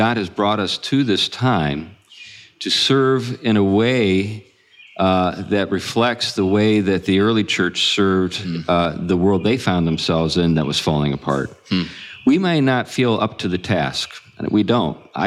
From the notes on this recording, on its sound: Together live again this week, meeting at the Preservation Company in Huntsville, Alabama.